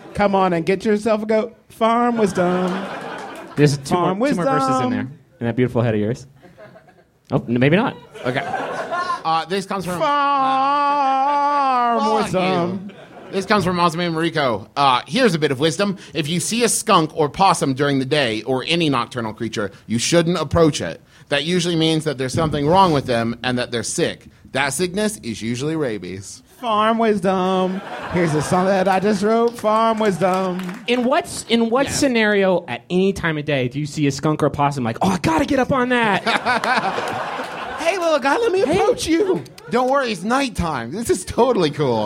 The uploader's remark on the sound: Live, from MaxFunCon